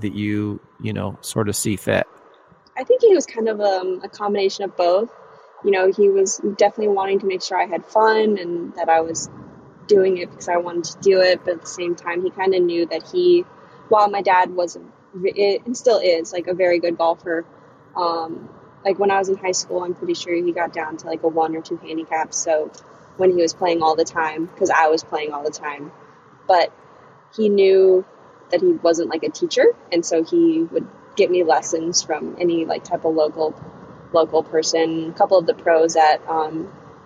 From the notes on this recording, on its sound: We spoke while she was driving back to Charlottesville from Florida so the audio may get a little choppy at times at spots.